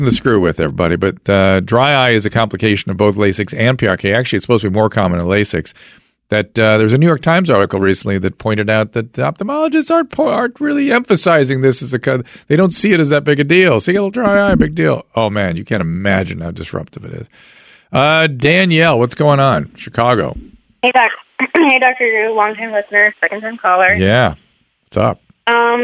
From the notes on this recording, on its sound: spends the whole podcast taking phone calls from the listeners